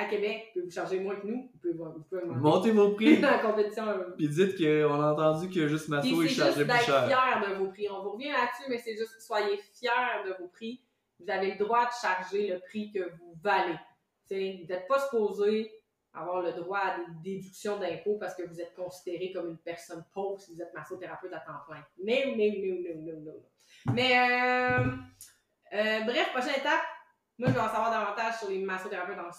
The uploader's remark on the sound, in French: On a encore des problèmes de sons. Pour se faire pardonner de la qualité audio.